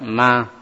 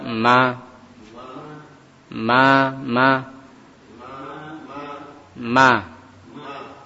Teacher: Huruf mim adalah huruf yang yakni dengan ketika kita mengucapkan huruf mim tersebut dengan mengatupkan kedua bibir dan melewatkan suara ke rongga hidung